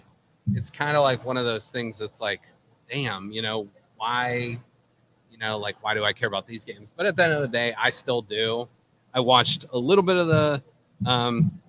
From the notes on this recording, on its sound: broadcast live from Penguin City Brewing!